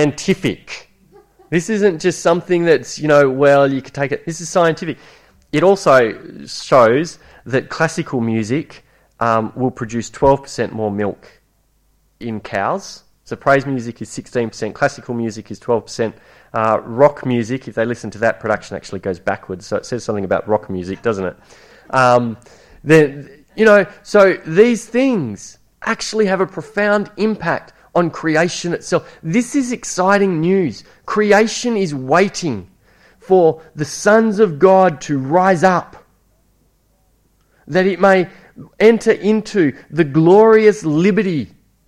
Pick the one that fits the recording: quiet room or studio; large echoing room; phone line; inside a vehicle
large echoing room